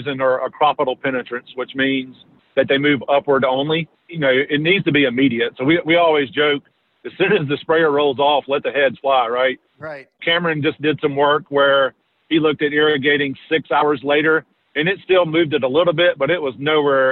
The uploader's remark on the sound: as he’s driving to the mountains of North Carolina!